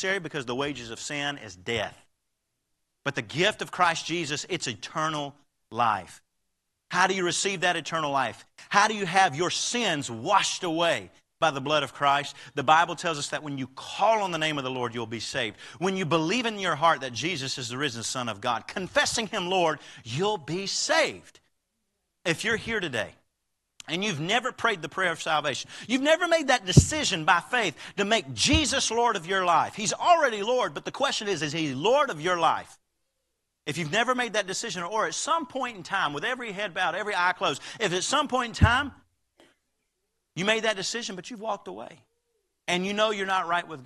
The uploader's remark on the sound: Live Service